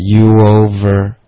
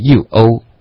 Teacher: 可是你这个句子之间别断气，you 跟 o 之间应该是一口气的 · Shown in: first take · ，youover，而不是 youo，这样别停，别停顿。